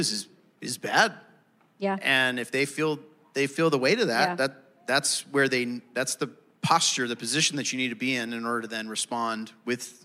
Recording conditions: live audience